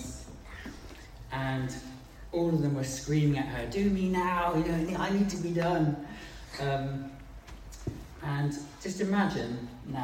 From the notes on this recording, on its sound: Live meeting 27 12 2020.